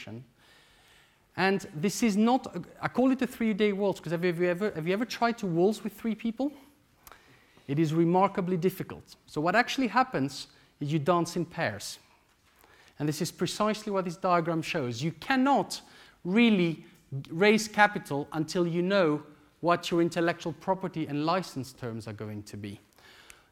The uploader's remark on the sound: This lecture took place at the Saïd Business School, University of Oxford on October 14th, 2014